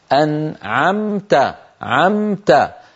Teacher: النون من طرف اللسان، العين من وسط الحلق · Term: النون مظهرة